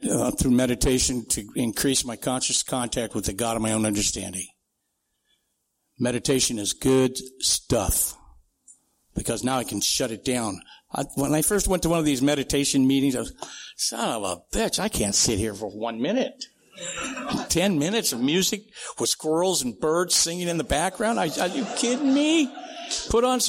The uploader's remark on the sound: Friends in Recovery Roundup Rally held in Durban South Africa. This event is live and on Zoom.